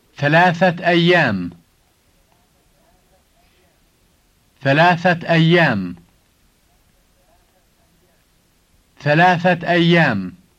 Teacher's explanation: when you say the two words together, you should add a T sound at the end of the word ثلاثة for three